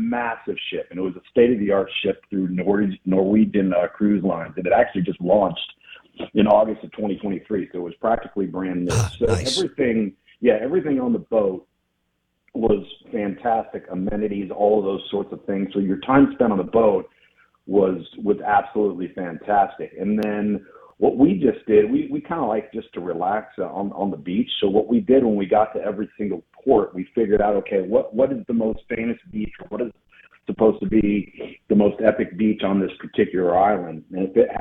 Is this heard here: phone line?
yes